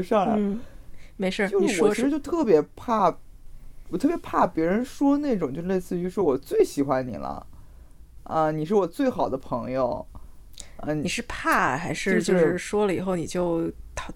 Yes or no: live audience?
no